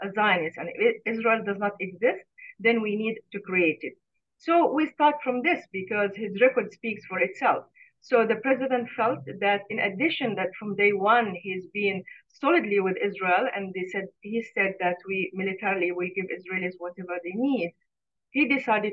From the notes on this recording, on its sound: Live Q&A webinar. Reporting from Tel Aviv.